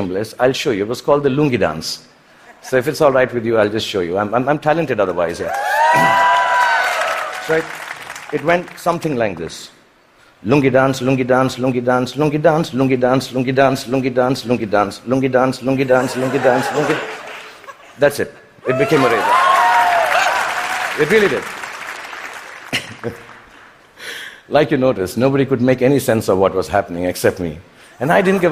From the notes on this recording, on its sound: TED Talk at the Vancouver TED Conference in 2017.